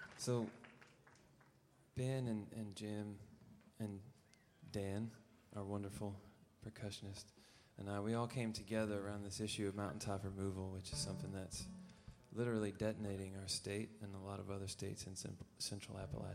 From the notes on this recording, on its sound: Perform live at the Newport Folk Festival in Newport, R.I.